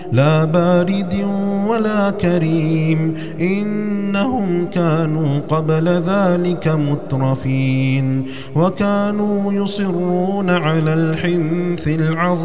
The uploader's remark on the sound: recorded at Green Lane Masjid, Birmingham, UK